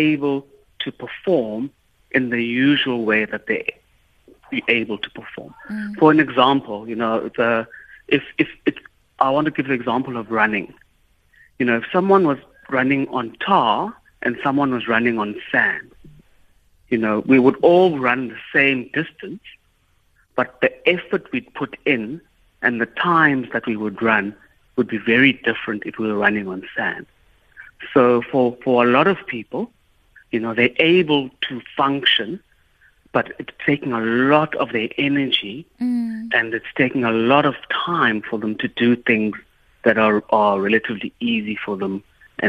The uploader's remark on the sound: we are joined on the line